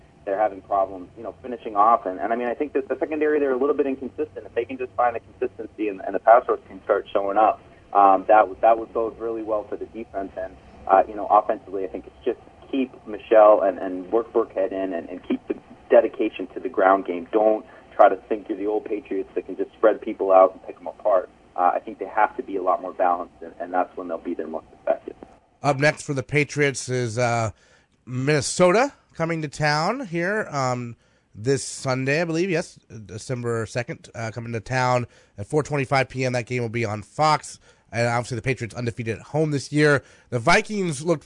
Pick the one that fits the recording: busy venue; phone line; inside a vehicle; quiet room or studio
phone line